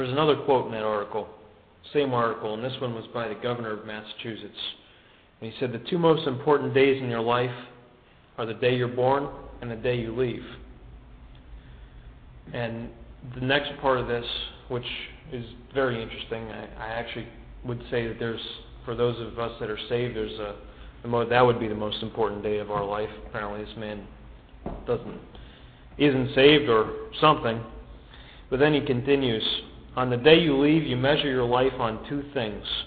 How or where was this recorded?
large echoing room